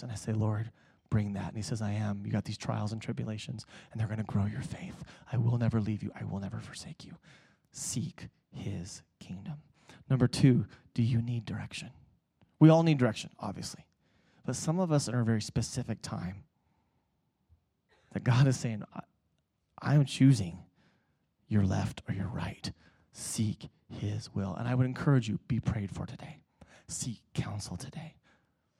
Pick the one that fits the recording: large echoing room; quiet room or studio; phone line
large echoing room